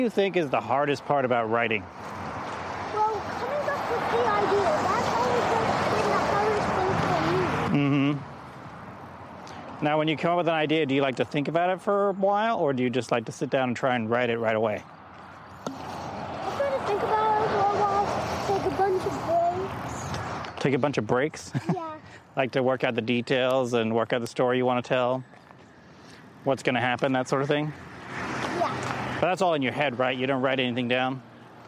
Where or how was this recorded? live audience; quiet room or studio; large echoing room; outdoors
outdoors